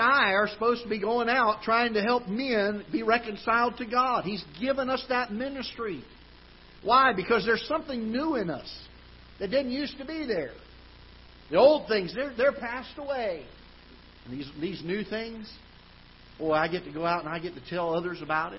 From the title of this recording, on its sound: Ketha Heights Baptist Church ~ Live Broadcast